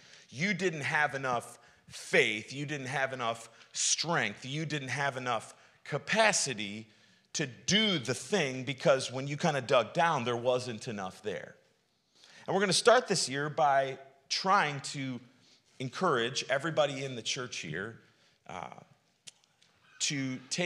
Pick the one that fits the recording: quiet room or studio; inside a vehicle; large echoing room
large echoing room